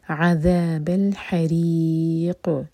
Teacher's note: ان میں قاف پر سکون تو قاف پر قلقلہ کریں گے